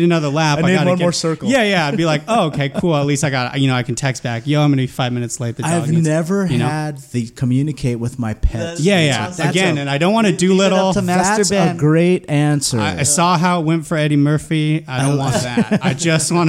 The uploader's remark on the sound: On this episode we podcast live from the Painkiller IPA Tiki Party at Frogtown Brewery.